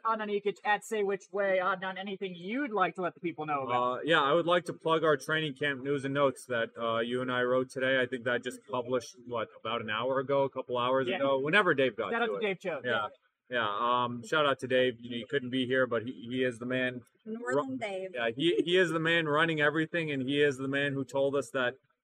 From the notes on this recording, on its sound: LIVE from SweetWater Brewing Atlanta. LIVE from SweetWater Brewing Company in Atlanta!